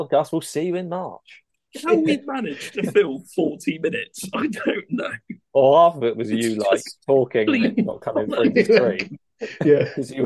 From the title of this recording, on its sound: with many wifi issues